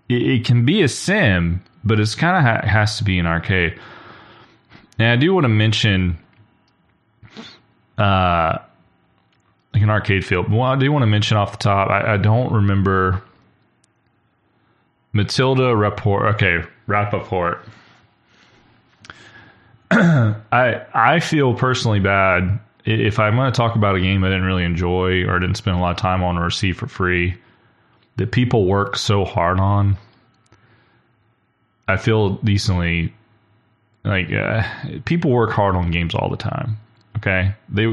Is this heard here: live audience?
no